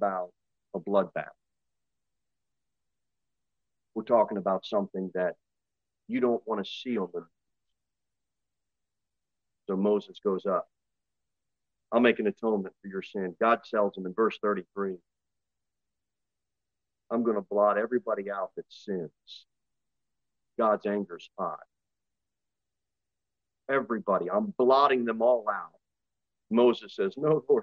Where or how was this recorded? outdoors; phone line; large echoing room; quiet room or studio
large echoing room